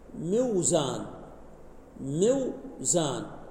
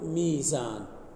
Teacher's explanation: الواو ساكنة بعد كسرة فتقلب ياء · Shown in: second take · نقول ميزان. · Term: قلب الواو ياء